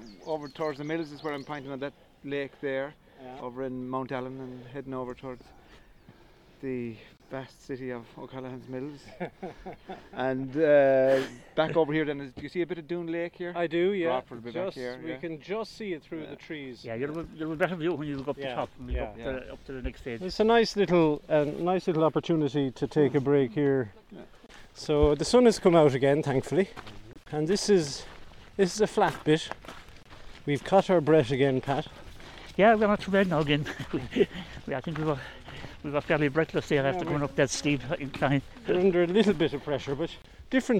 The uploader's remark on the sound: The three intrepid walkers start in Belvoir car park. Recorded over one day at the start of April 2023 typical Irish weather was encountered with rain, wind and sunshine all making an appearance. Paid a visit on their trek to the Sunyata Buddhist centre located on the hills.